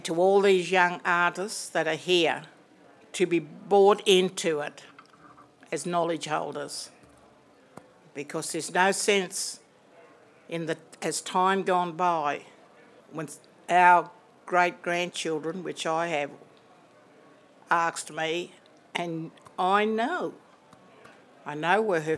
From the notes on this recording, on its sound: Recorded live at the launch of Arts Day on the Hill and the inauguration of the Parliamentary Friendship Group for Contemporary Arts and Culture.